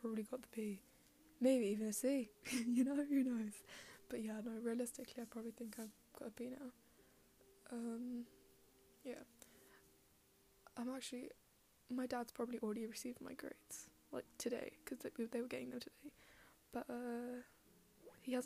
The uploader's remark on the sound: more background noise for you